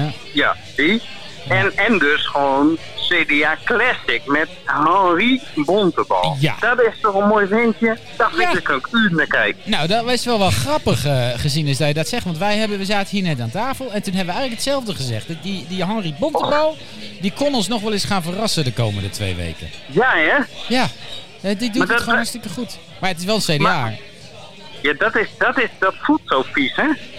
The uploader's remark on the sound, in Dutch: Luister mee naar dit politieke café, live opgenomen in Soestdijk (Groningen).